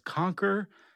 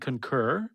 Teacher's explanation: pronounced the same, except one is accented on the first syllable and the other is accented on the second